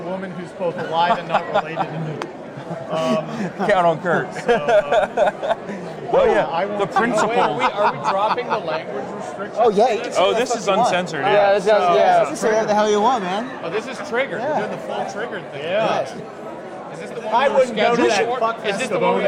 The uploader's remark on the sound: Live From CPAC